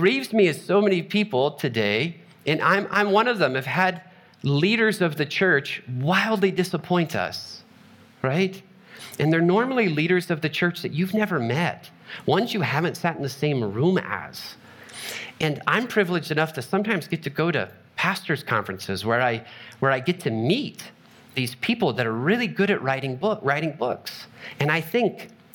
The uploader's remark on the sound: Trinity Anglican Church Littleton, CO.